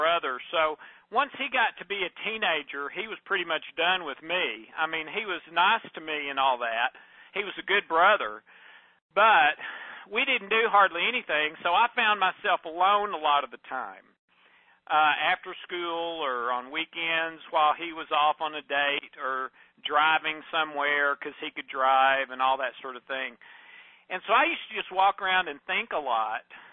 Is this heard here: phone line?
yes